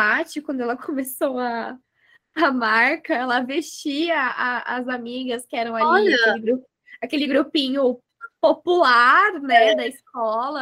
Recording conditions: video call